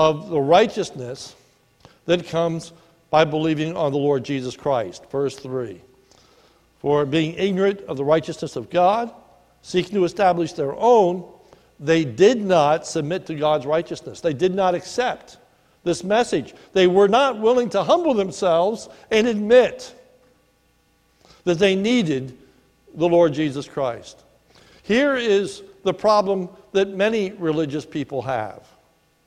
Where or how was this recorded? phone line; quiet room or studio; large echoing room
large echoing room